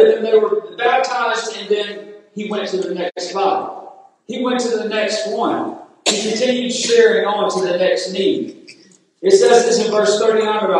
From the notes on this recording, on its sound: Recorded at Friendship Baptist Church on March 16th at 11am and 5pm.